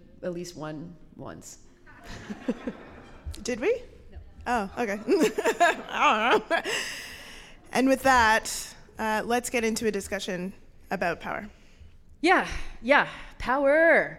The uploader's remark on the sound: Live show recorded in Vancouver at the Maritime Labour Centre on November 29